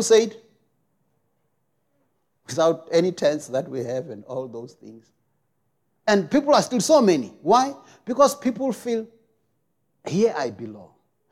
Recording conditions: large echoing room